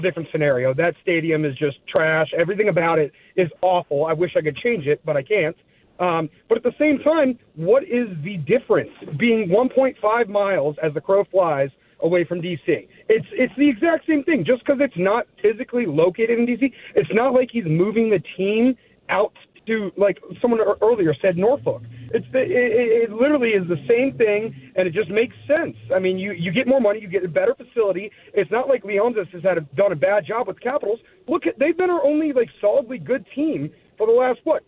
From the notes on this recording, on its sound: goes to the phones to talk to people from all around the DMV